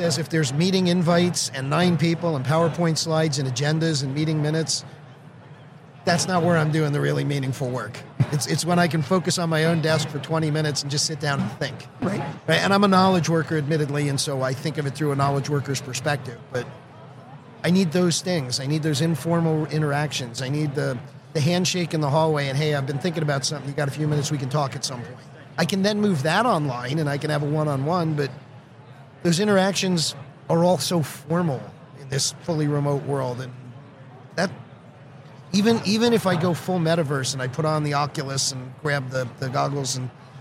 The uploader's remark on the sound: Live at the HR tech 2022 conference